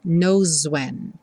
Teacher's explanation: Aqui de novo o S ganhou um som de Z.